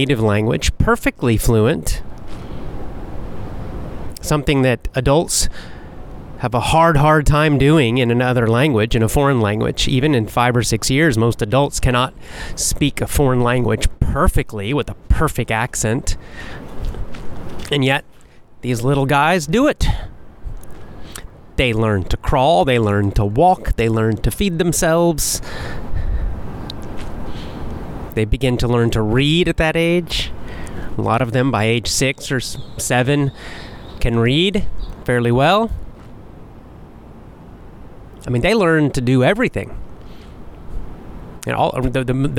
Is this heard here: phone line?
no